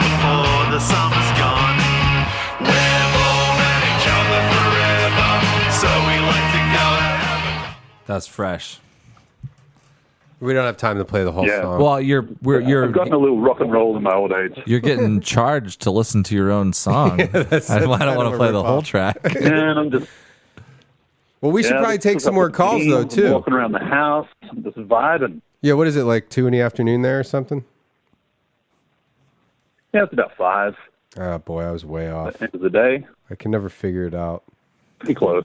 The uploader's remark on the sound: CALL IN SPECIAL